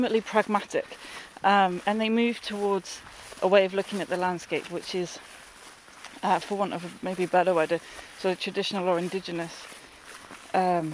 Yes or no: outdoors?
yes